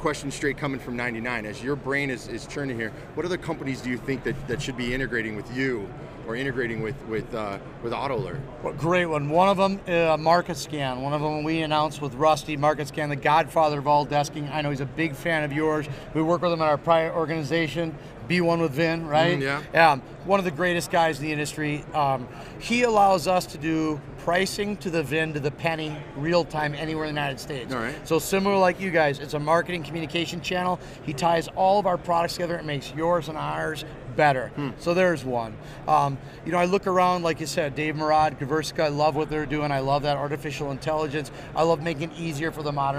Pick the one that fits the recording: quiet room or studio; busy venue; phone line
busy venue